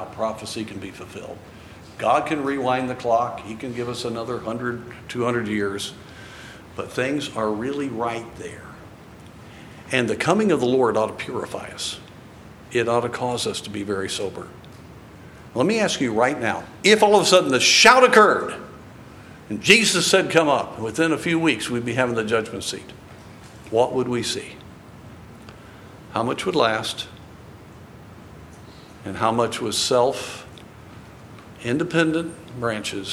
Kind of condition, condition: setting, large echoing room